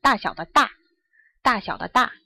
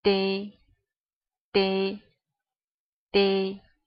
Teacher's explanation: 那个的的那个音，它其实声带并没有很明显地震动 · Shown in: first take